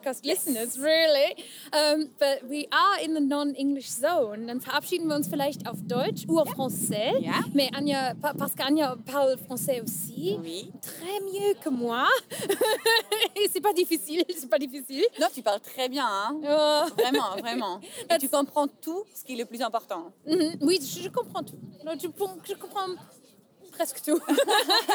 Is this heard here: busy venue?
yes